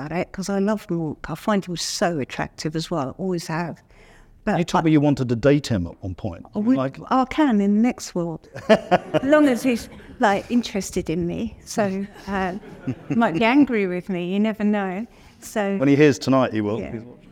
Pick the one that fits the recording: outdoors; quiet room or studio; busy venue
busy venue